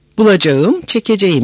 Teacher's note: Acak, ecek ekinin işaretli K, K'si çekim sırasında iki vokal arasında kalınca sedalılaşır ve yumuşar. Bulacağım, çekeceğim misallerinde olduğu gibi. · Term: yumuşak G